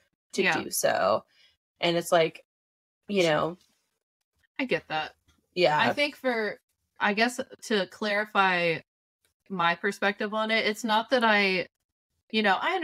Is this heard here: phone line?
no